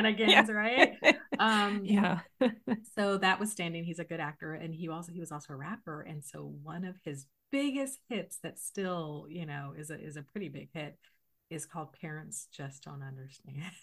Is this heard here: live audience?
no